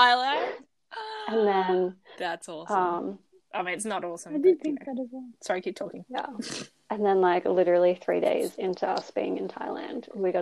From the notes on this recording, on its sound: the internet was bad while recording